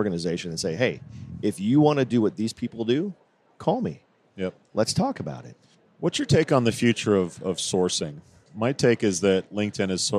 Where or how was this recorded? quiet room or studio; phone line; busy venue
busy venue